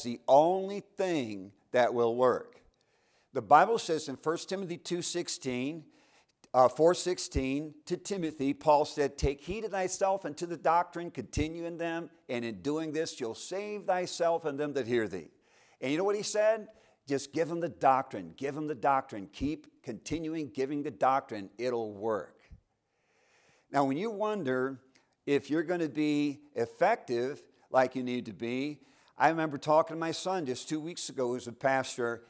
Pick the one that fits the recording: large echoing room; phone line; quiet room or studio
large echoing room